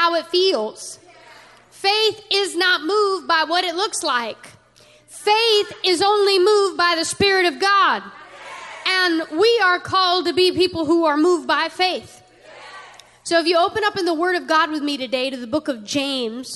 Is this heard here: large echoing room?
yes